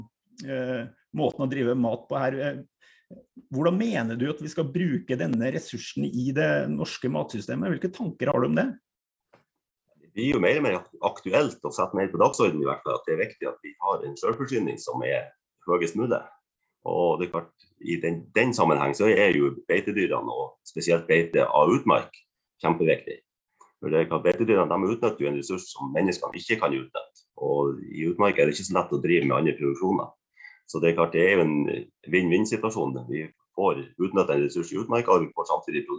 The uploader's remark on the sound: Live Zoom